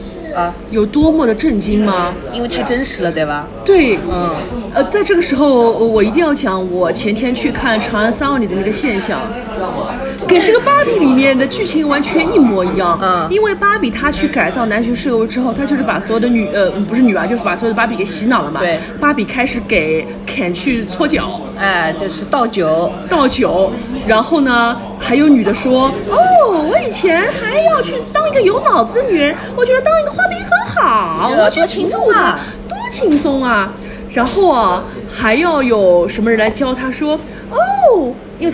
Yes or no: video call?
no